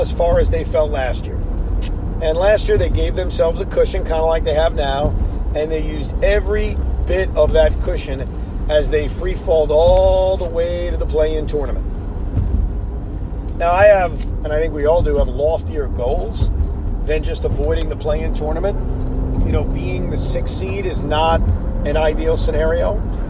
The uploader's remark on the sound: While driving home from Barclays Center.